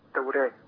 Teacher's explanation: كلمة التوراة دايما ورش يميل بالراء والألف شوية